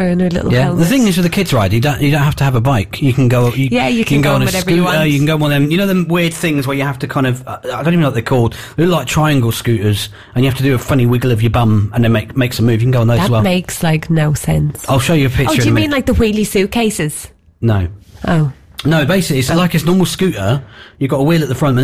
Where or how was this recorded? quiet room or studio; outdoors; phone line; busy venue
phone line